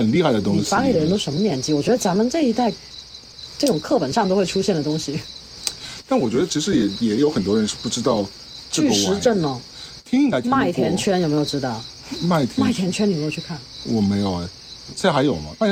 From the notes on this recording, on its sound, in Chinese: 本期为室外录音